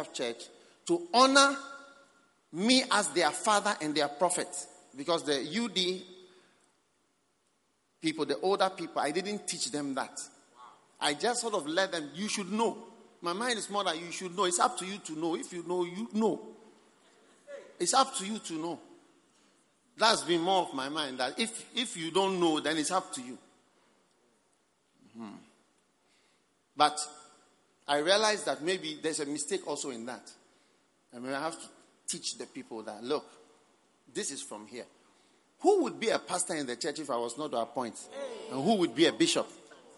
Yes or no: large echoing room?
yes